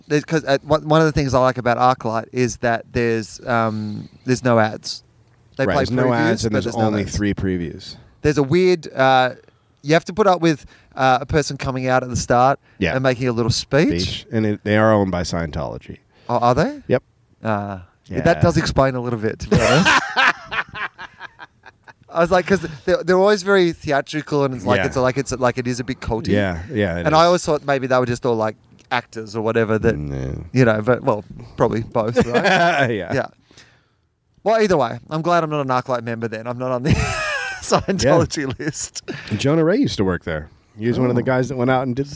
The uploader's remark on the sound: On the roof. The sweet sounds of LA at night.